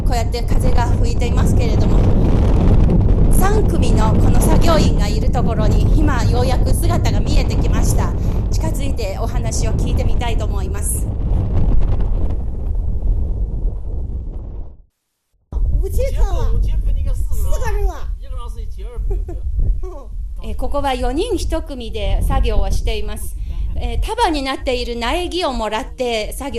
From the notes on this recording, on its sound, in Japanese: マイクリポート「クブチ砂漠を行く」の2回目、植樹活動の現場からのリポートをお届けします。